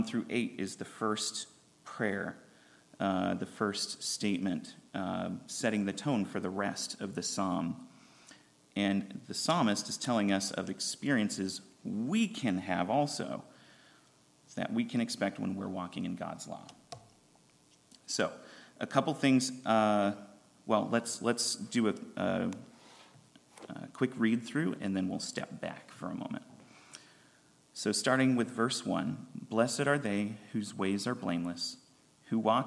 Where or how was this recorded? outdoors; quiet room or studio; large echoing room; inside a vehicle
large echoing room